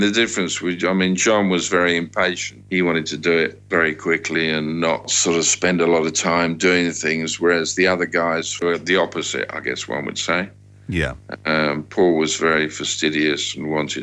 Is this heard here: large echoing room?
no